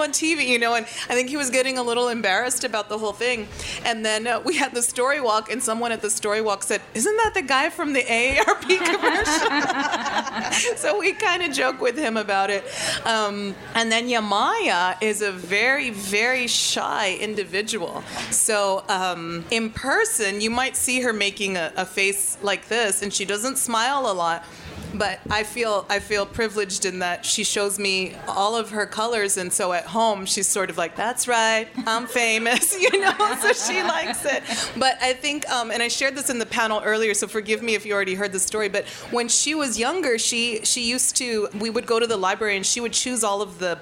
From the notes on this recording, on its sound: remarks made at the 2018 Tucson Festival of Books at the Nuestras Raices stage